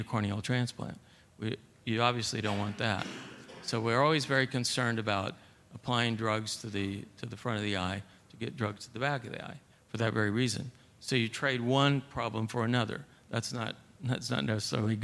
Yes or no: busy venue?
yes